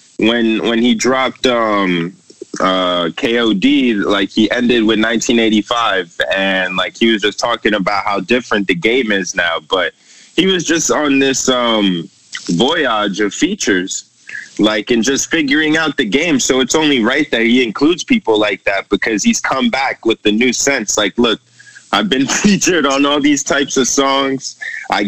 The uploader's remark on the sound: Our first pod outside the studio, kicking it on Skype.